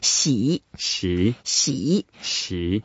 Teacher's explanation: And the way to pronounce it, we have to put the upper teeth and lower teeth together and then make a third tone sound, which is a very heavy down and then up.